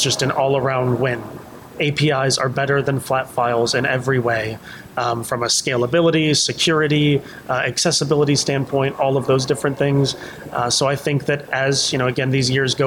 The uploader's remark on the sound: Interviewed live and in person at NCQA’s 2nd annual Health Innovation Summit. Interviewed live and in person at NCQA’s 2nd annual Health Innovation Summit.